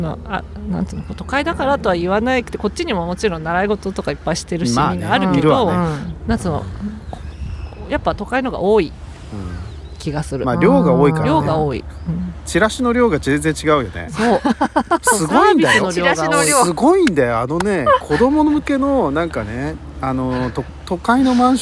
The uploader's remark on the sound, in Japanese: 海辺の野外収録